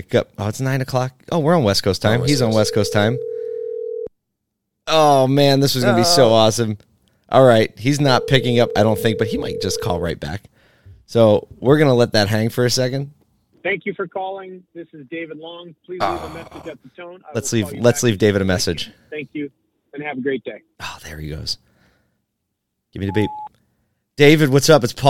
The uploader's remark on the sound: Phone Call Friday